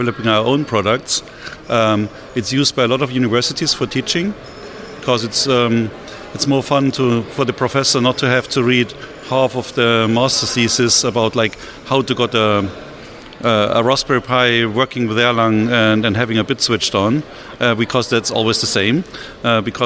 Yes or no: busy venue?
yes